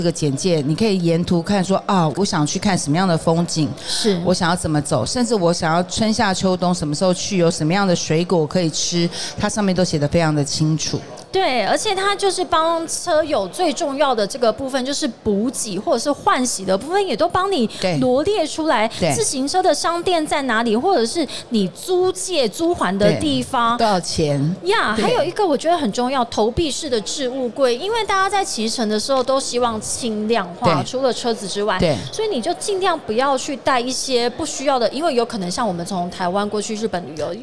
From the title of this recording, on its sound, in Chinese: 2022 Taipei Cycle台北國際自行車展-Live Podcast